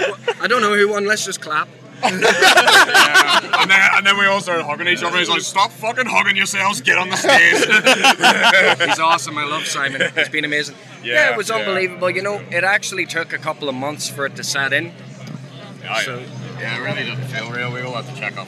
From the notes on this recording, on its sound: From our 'Live from Bloodstock 2023' series